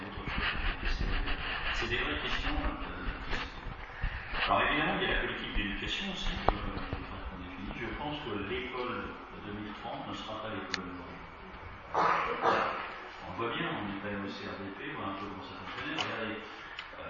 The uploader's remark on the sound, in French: Les Mureaux 2030 conf presse mairie.